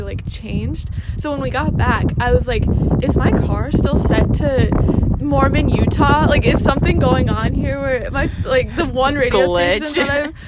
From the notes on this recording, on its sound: Join us while we sit outside.